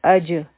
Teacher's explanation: په جیم باندې سکون دی دلته به قلقله کوو